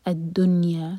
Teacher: حیاتنا الدنیا، again word آیا ہے الدنیا، نون پر اظہار ہے، نون پر جھٹکا نہ ہو اور نہ ہی کسرہ کا ساؤنڈ آئے